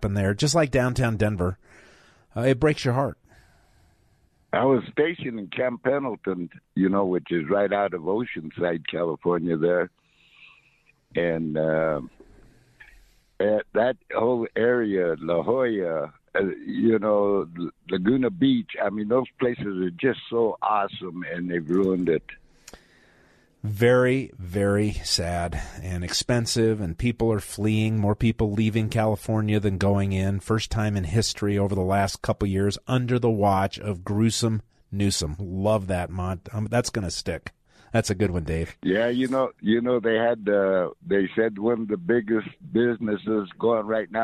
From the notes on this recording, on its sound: The phones are hot. Veterans call.